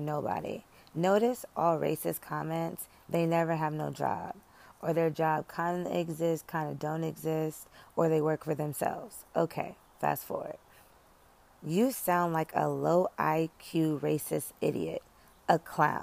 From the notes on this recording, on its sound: Live from the Peace of Outside